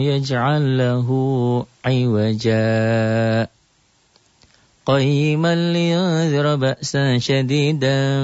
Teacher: Jadi di iwaja berhenti sebentar tanpa mengambil napas. · Term: saktah